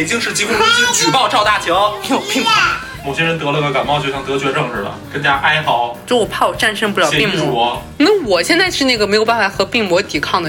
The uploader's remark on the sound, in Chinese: 楼上音乐。在家录音的环境太吵了。